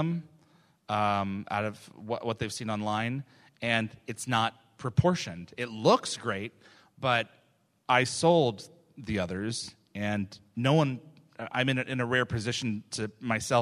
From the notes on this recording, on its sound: as this was a LIVE, on-site event with in-person props, this episode is not optimized for an audio podcast